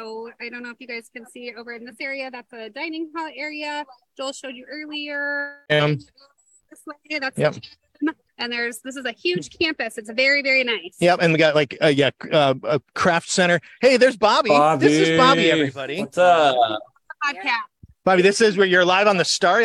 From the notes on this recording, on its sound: This episode was recorded on July 31st live from Camp Twin Lakes in Rutledge, Georgia, at the WSA's Whispering Trails Therapy and Teen Camp. (despite the heat).